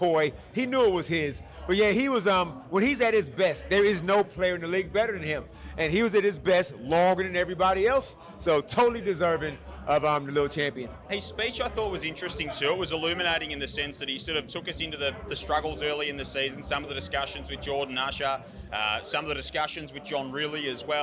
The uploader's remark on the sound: Live from the MVP awards. All the goos, winners and red carpet arrivals live from the NBL MVP Awards.